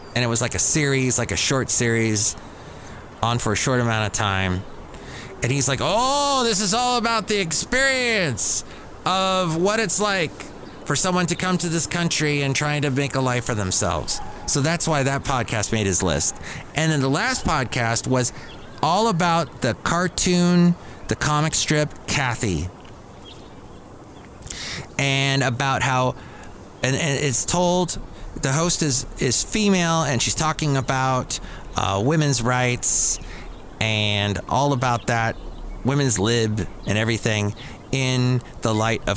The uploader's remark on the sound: podcasts live from Cafe Anyway